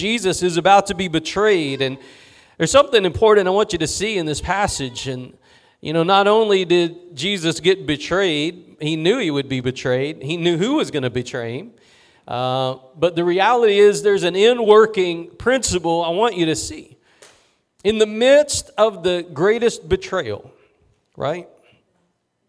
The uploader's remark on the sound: Preached at Gospel Lighthouse in Bossier City, La.